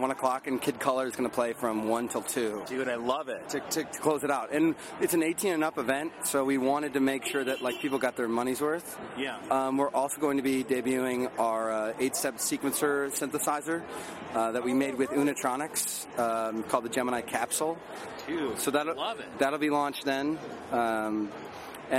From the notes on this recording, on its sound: Standing outside of Webster Hall.